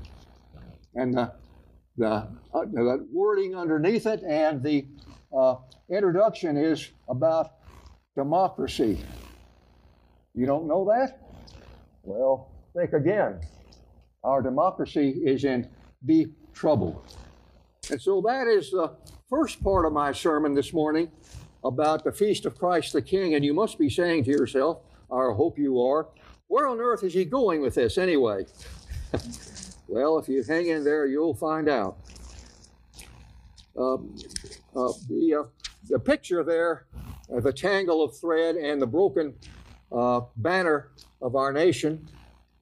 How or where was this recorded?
large echoing room